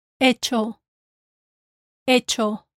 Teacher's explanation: Avoid adding a U sound to the O.